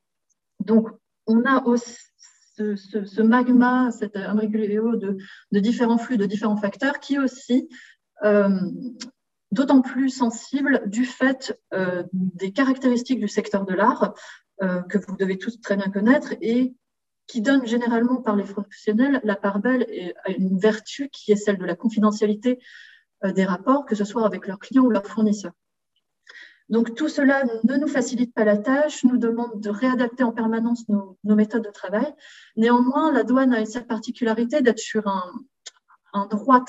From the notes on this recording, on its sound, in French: Séminaire de recherche enregistré sur Zoom